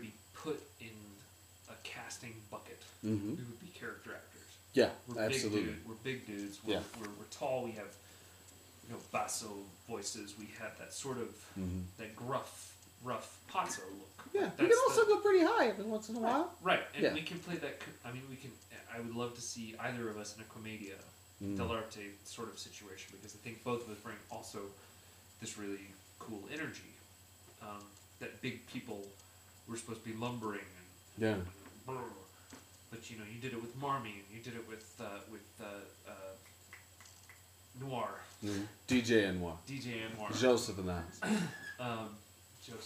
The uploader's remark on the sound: Technical difficulties can't stop The Ghost Lights Podcast!